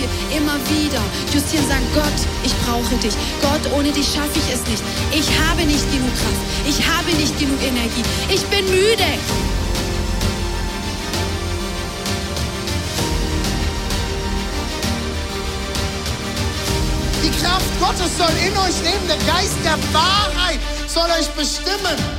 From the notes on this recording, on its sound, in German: Zeal Church Dresden. Audiomitschnitt der Predigt.